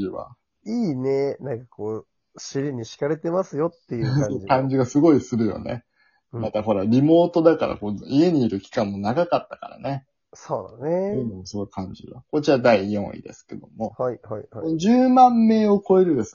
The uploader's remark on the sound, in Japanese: 今週もリモート収録です！